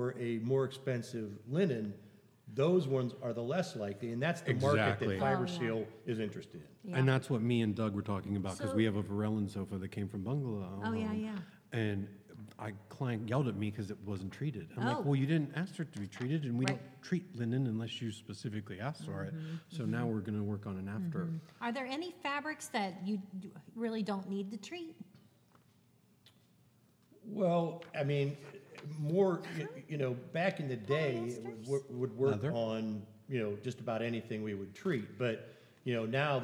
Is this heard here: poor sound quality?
no